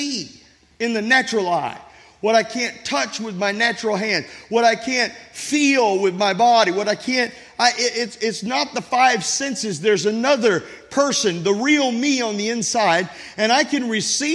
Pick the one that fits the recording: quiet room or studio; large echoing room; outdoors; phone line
large echoing room